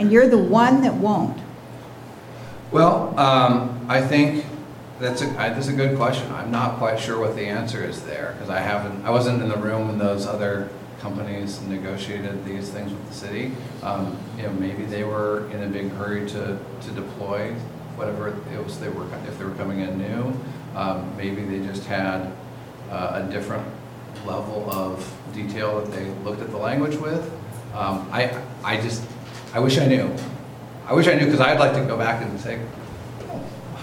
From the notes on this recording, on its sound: Live recording of the Astoria City Council Meeting held May 7, 2018.